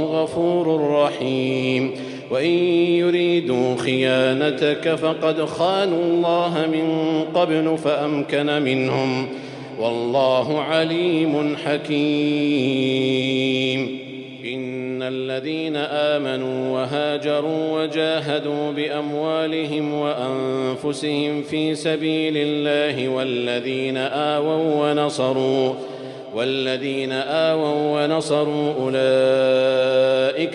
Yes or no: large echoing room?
yes